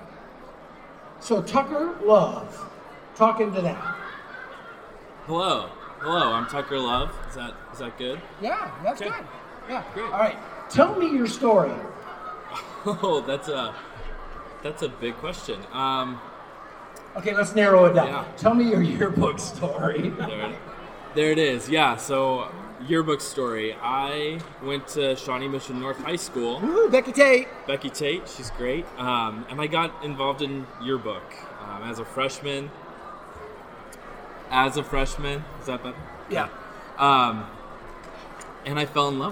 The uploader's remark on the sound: Recorded live at the JEA/NSPA National High School Journalism Convention in Anaheim on April 26, 2019. Session from the conference floor.